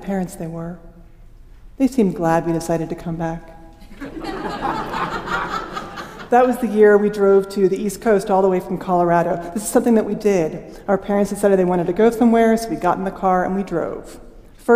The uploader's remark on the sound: Paragraphs were shifted out of their natural order to work with the music, and the orchestral arrangements were shuffled and modified to jive with the beats of the story. This story was originally recorded at Augustana Arts.